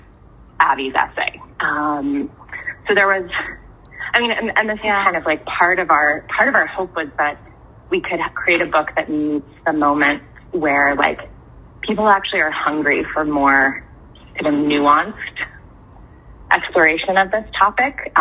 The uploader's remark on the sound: We just talked on the phone.